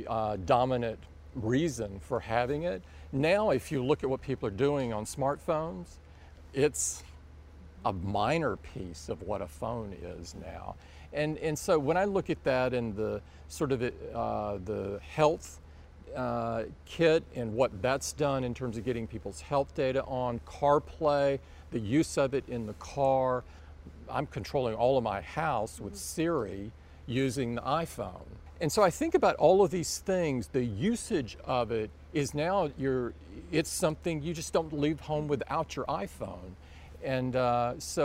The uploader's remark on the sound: an exclusive interview from the Apple Worldwide Developers Conference in San Jose, California